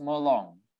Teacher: a Penan word, is pronounced Mulong with stress on the second syllable